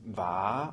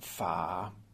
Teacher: at V er stemt, eller V er tonet, og F er ustemt